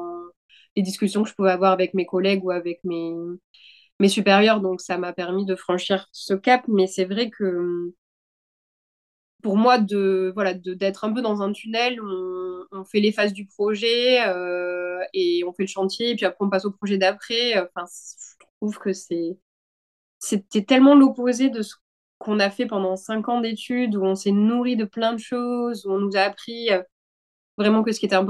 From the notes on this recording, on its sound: via zoom